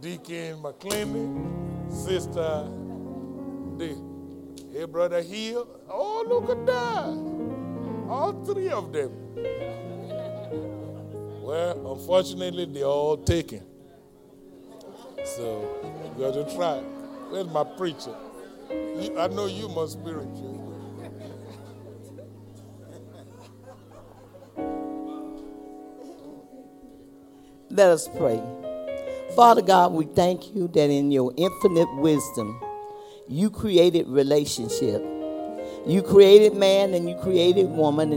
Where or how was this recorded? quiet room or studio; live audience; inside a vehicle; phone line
live audience